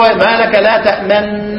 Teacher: وضم الشفتين اللي هو الرابعة، ضم الشفتين عقب تسكين الحرف اللي هو الإشمام